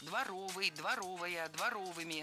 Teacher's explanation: В прилагательном, образованном от существительного «двор», ударение ставим на второй слог – дворовый, дворовая, дворовыми.